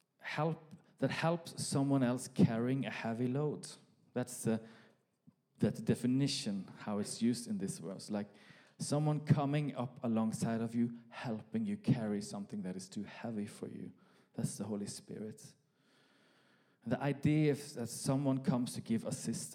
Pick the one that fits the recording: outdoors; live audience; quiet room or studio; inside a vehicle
live audience